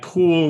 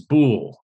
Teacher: And I wouldn't be too concerned about whether or not you can discriminate between an unvoiced sound and a voiced sound that's made in the same position and in the same manner